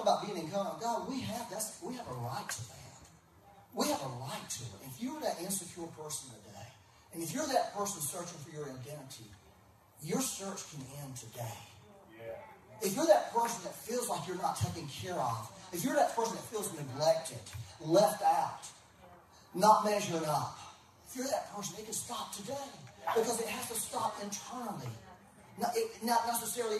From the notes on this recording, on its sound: Please excuse the poor audio quality. We had technical difficulties and had to use a back-up method for recorded audio.